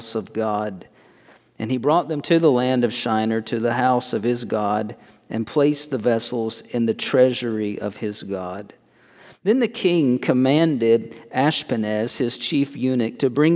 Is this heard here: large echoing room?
yes